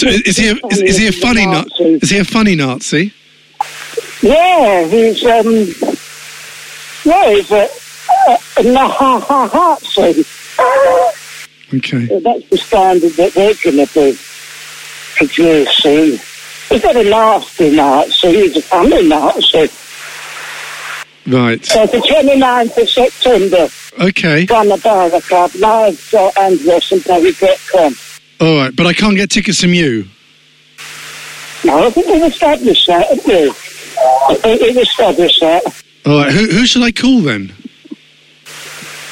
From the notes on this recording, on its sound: This is what happens when you call a confused pensioner at a bus stop